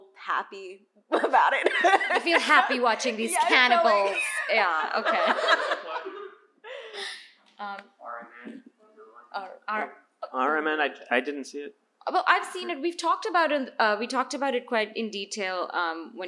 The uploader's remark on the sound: The 60th New York Film Festival closed up shop last weekend. Our annual live overview of the NYFF that was. In front of a lively audience.